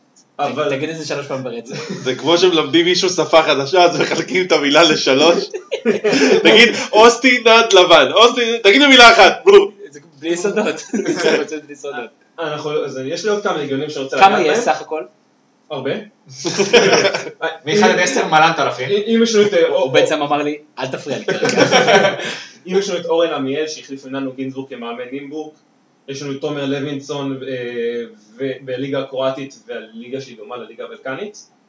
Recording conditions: poor sound quality